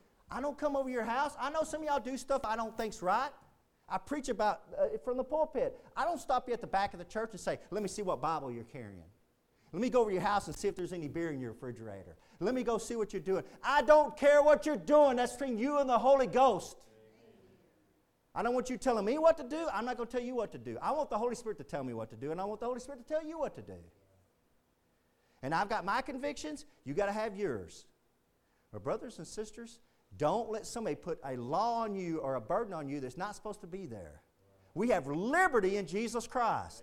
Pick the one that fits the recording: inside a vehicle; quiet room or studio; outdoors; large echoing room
large echoing room